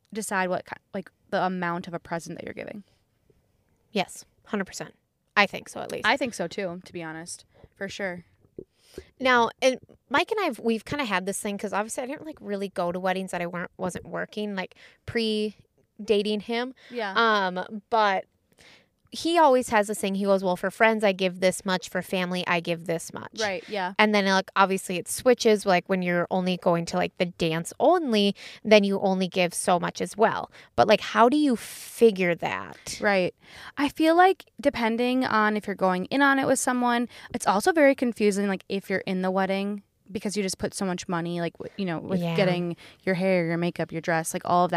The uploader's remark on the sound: We took it as mobile as we could get and recorded a short epi in the Starbucks parking lot.